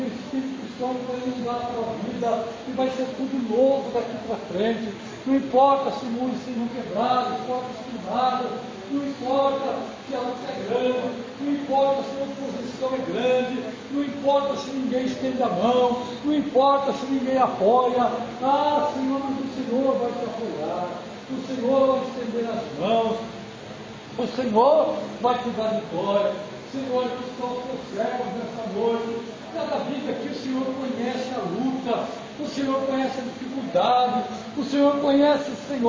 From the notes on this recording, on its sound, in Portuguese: Mensagem gravada em 11/02/2024 - Culto da Família